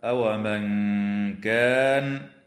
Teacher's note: النون الساكنة في قوله تعالى: أومن كان، حكمها الإخفاء الحقيقي مع الغنة مرققة